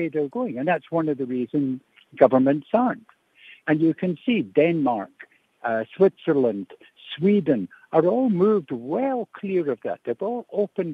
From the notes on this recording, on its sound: Guest on the line